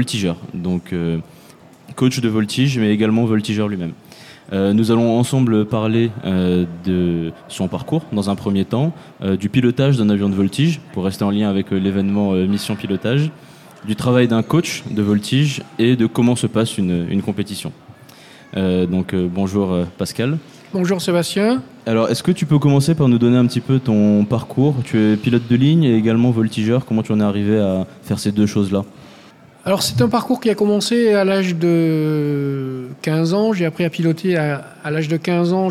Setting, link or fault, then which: setting, live audience